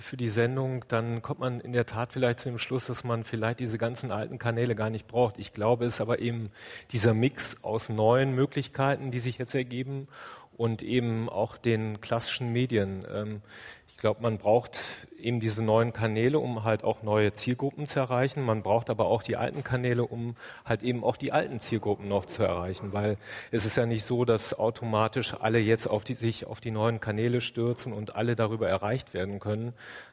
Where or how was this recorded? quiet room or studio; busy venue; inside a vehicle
busy venue